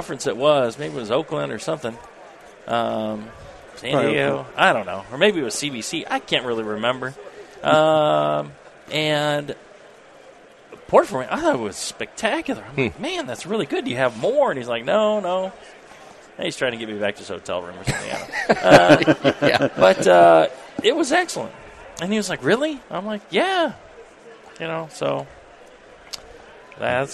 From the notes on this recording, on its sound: The National Homebrewers Conference is back, and that means another live episode of Brew Strong! In front of a live crowd of fellow homebrewers.